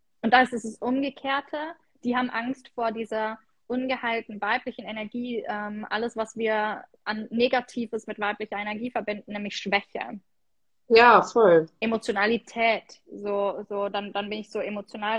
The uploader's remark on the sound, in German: hier erwartet dich ein Instagram live Soultalk